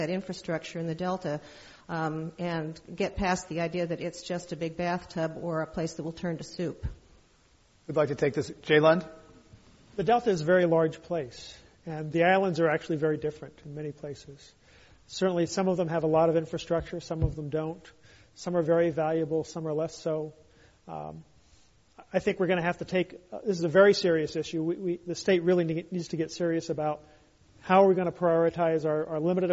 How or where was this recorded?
live audience